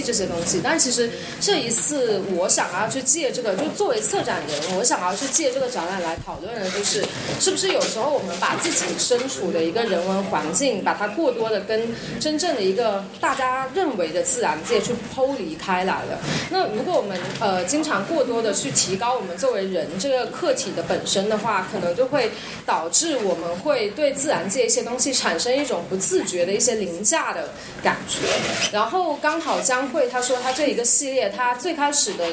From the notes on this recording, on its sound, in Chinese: 本期为展览「素描之间」开幕对谈的现场录音。操作失误导致的质量不佳，还请理解。